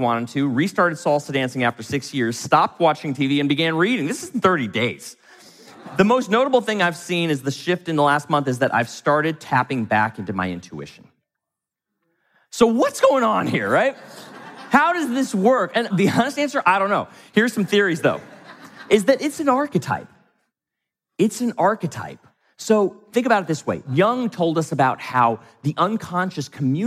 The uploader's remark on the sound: from the stage of Mindvalley’s A-Fest